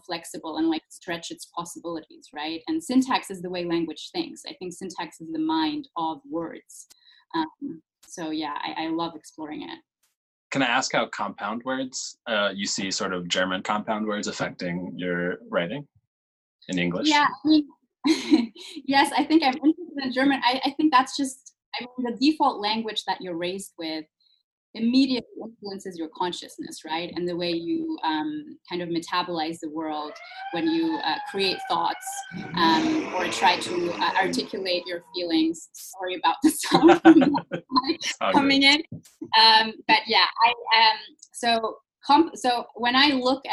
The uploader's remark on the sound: This episode is our first recording entirely remotely. No amount of ambient noise could get in the way of her sheer brilliance though.